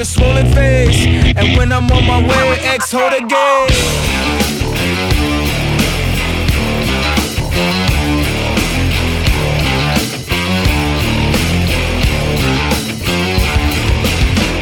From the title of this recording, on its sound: Live at Hyde Nightclub